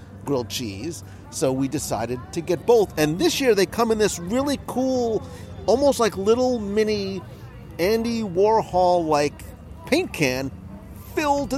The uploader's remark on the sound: Join us in Epcot as we wander the promenade and sample the Best of the Best from the 2021 Taste of Epcot International Festival of the Arts.